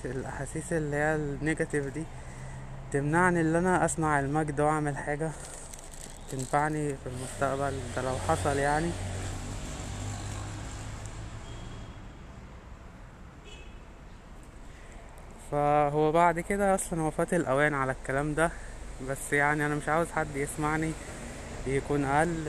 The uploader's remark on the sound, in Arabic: بس الحلقة دي خرجت بقى من الدايرة دي وبسجل من الشارع.